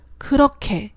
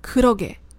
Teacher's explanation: 哈这个音，天然地就带着送气。所以说把它跟松音组合到一起的时候，就会产生一个让松音送气的现象 · Shown in: first take · ，那当然就变成送气音啦。于是对比一下有收音和没收音的情况，有收音的时候是그렇게，没收音的情况下是그러게。